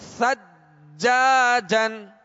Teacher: جیم پر تشدید ہے، جیم حروف قلقلہ میں سے لہذا خوب جمع ہوگا